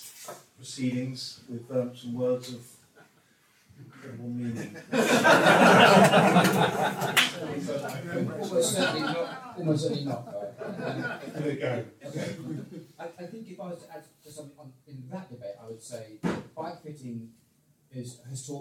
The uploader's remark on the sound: Recorded live at an event in our Sheen store in London.